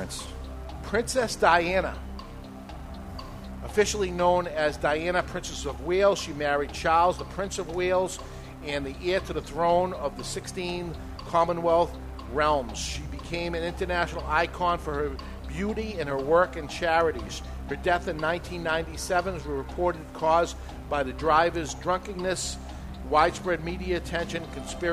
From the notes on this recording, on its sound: Live from Two Guys Smoke Shop in Salem, NH